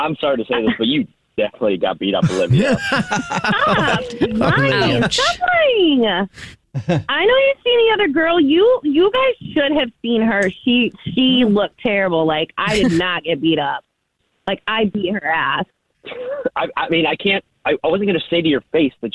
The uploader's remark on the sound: We get that other person on the phone